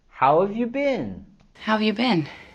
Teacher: Podemos utilizar la forma reducida de you, solo diciendo ya, ya. Y en la palabra have, podemos quitar la H y solamente decir how have.